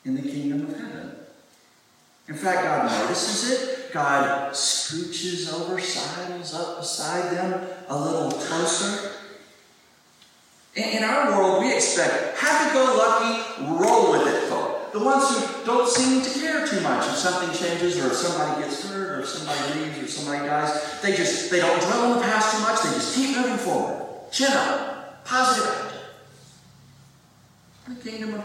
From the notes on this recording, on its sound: Please pardon the audio quality! We recorded this from a phone on the front pew.